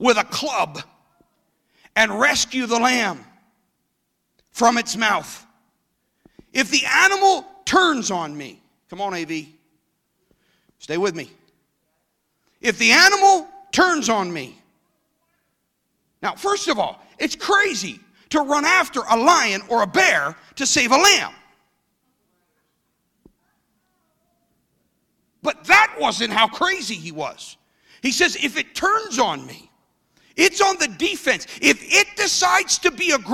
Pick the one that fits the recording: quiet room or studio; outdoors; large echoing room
large echoing room